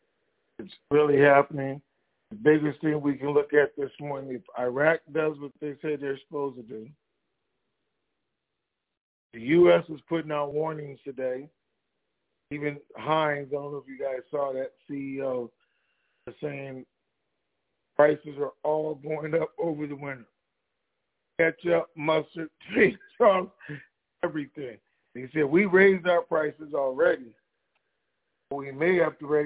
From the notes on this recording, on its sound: TNTSuperfantastic Conference Call.